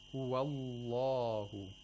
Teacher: The lam of Allah has to be pronounced with Taghleel. Thickness. We use the word Taghleel when we want to talk about the lam of the majestic name of Allah.